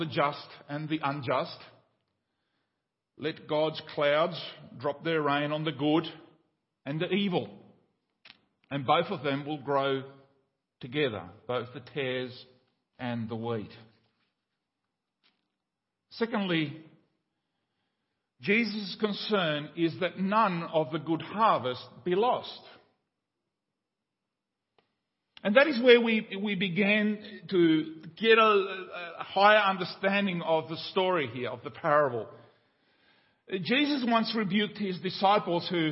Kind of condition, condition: setting, large echoing room